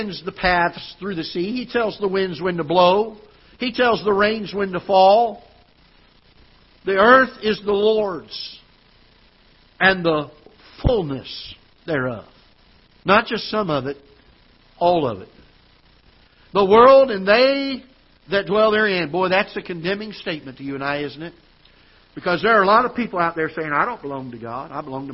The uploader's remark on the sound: Ketha Heights Baptist Church ~ Live Broadcast